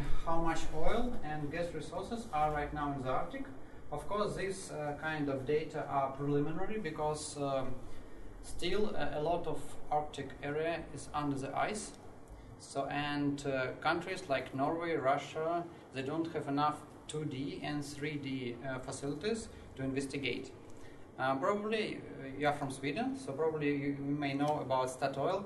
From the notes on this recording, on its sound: This time with a lecture for economics students from Gothenburg University, which was part of a series of lectures on Chinese society that Nordic Centre organized for them.